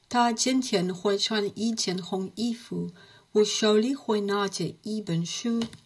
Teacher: the u sound, you had it a little bit more front of your mouth